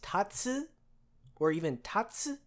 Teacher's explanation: That U sound at the end sometimes gets whispered.